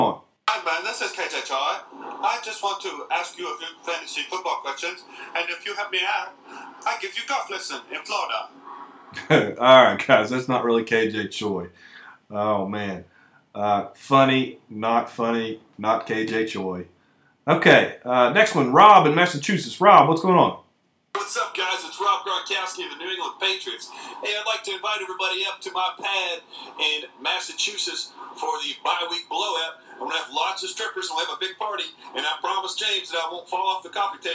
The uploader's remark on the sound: takes phone calls for the entire episode